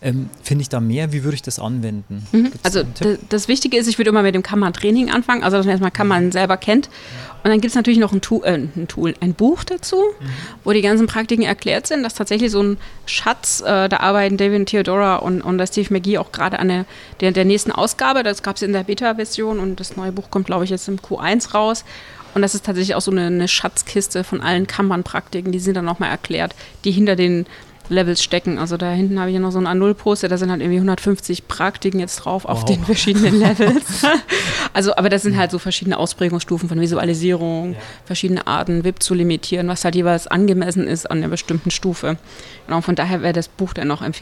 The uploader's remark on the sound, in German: auf der Agile-Lean International Conference 2019 in Frankfurt